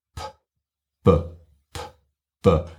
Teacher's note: And the consonant isn't made with the larynx, just to be clear that you can feel the difference between no vibration on the P and some vibration on the B. And you just get a little bit of feedback if you do that with your fingers.